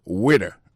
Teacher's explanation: accent tombé sous premier syllabe